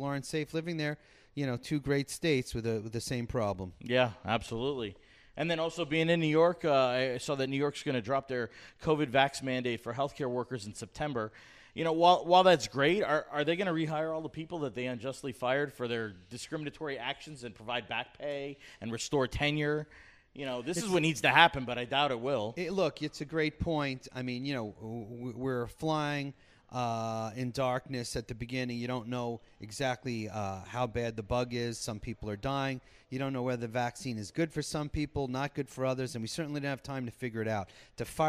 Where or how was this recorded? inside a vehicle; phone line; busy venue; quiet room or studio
busy venue